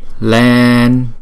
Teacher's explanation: Chữ E là diphthong, chúng ta đọc kéo dài hai nhịp